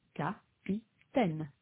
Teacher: Speakers of English, on the other hand, tend to stress one syllable, often the first one, and to skip over the others. So when French speakers say the word capitaine, they stress all three syllables equally